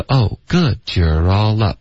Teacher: 所以 good 高一点然后再回来然后 all up 也会高一点,OK,、所以可是不要一个比一个高这样往上爬。方 oh, good, you're all up, good, you're all up, raw